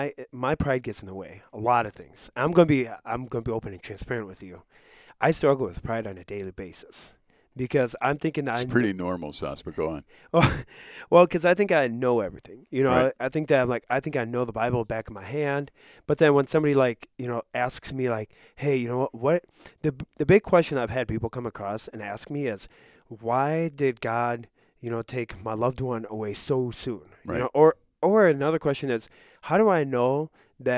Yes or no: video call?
no